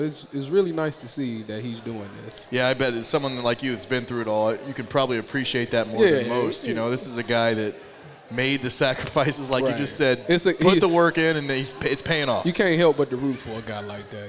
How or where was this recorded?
busy venue